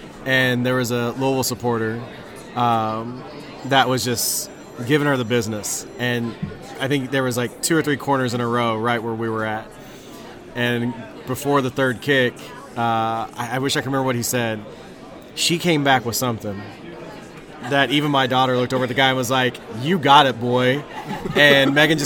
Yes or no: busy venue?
yes